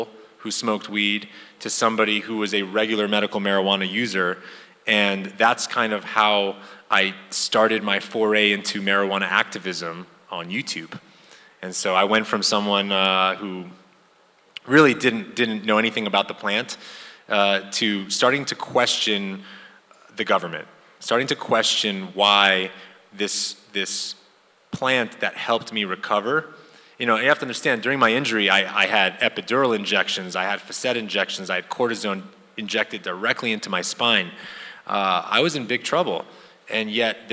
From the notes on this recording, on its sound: Live from the International Church of Cannabis.